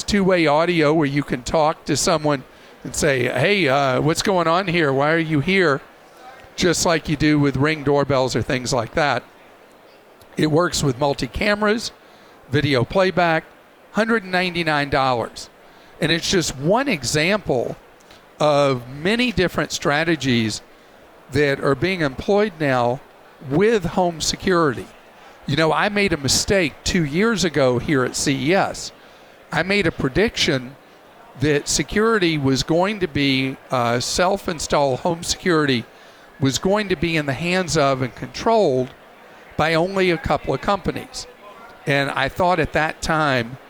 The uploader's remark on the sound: LIVE from CES.